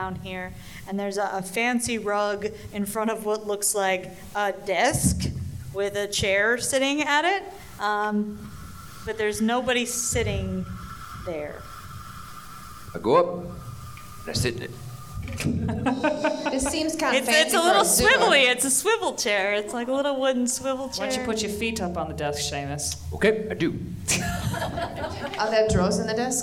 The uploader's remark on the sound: This episode was recorded live at Grand Rapids Comic-Con.